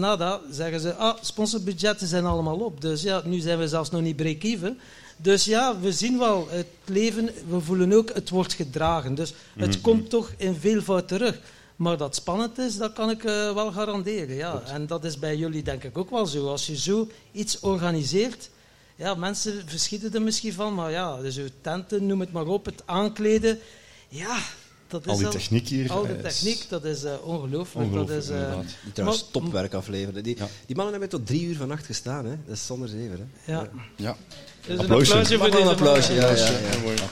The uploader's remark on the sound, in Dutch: live op TimTom Festival'23